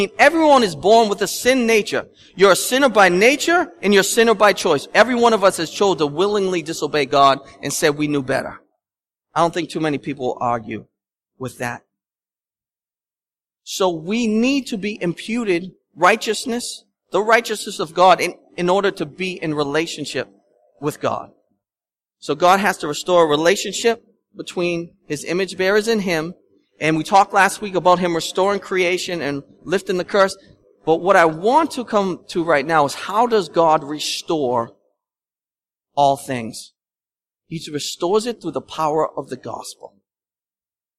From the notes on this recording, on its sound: at Restoration Road Church in Wakefield, Massachusetts